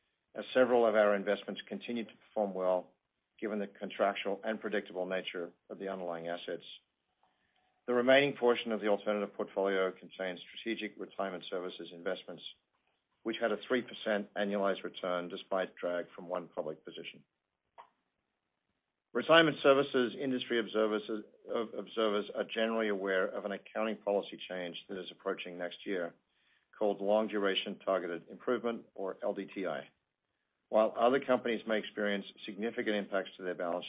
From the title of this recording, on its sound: Earnings Conference Call